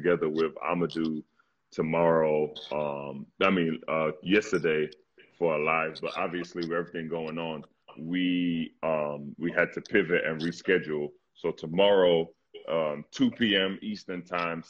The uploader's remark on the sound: Whilst the world is locked down during the coronavirus pandemic. It was straight Q&A, as they answered questions from fans.